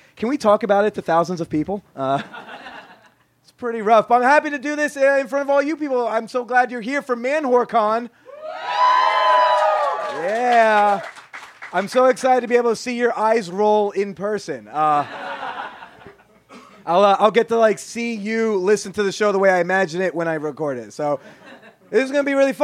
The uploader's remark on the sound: LIVE from ManwhoreCon. In front of packed house during ManwhoreCon. Recorded live at Karma Lounge in New York City’s East Village. We close this week’s show with some Q&A from the audience.